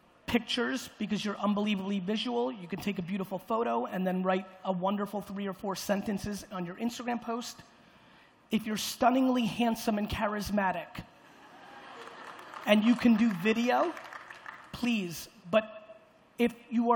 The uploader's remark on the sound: Keynote in UAE. Getting up in front of the crowd in Dubai.